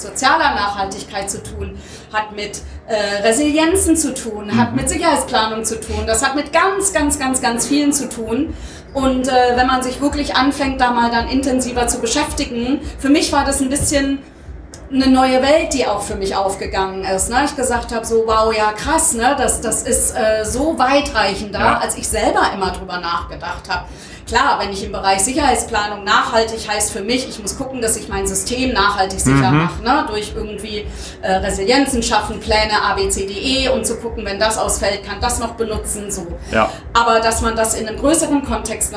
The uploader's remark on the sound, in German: Ein Live-Podcast von der Future of Festivals. Dieses Jahr waren wir selbst auch vor Ort.